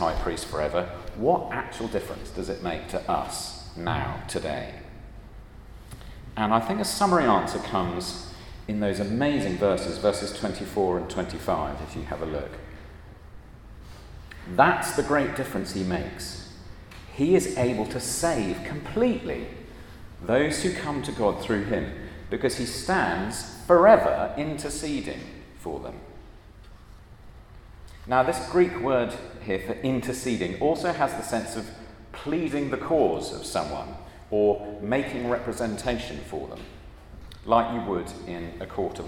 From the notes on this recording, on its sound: at a Christians in Parliament Chapel Service which was held in the Chapel of St Mary Undercroft on Tuesday 20th June 2023